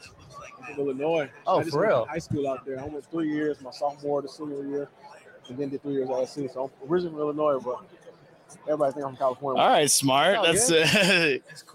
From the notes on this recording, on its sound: Live from Radio Row